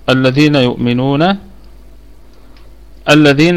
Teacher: الذين يؤمنون، الذين الهمزة همزة وصل تثبت في البدء وتسقط في الوصل، واللام لام شمسية مدغمة في الذال